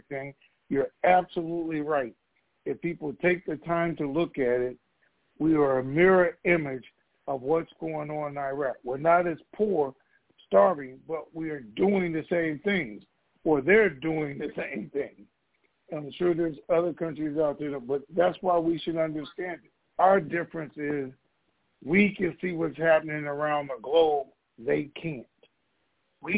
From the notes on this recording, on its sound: TNTSuperfantastic Conference Call